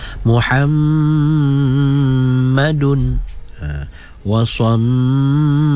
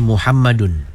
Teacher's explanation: Jadi gunahnya itu, dia punya dengungnya itu dua harakat. · Shown in: first take